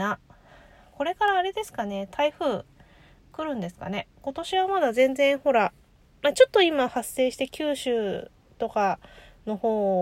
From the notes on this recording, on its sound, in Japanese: 帰宅前に、自家用車の中で収録する事を覚えました。